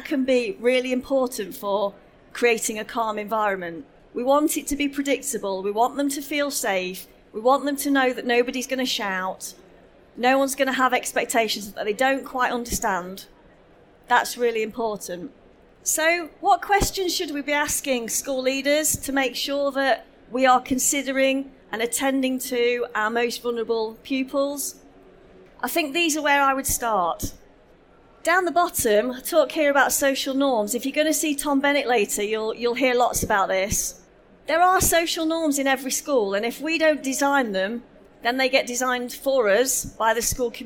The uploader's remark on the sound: This session was recorded live on 14th November 2019 in the SEND Theatre of the Schools & Academies Show at the NEC in Birmingham.